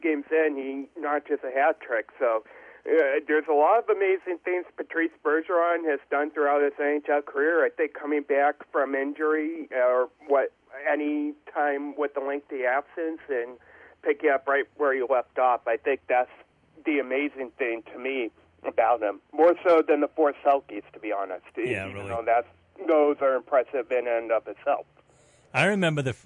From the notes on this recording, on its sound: Joined on the phone. From the Spectrum Healthcare Partners Studios.